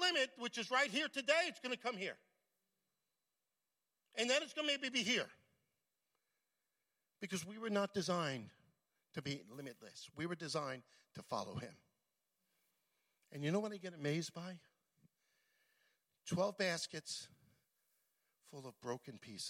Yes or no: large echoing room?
yes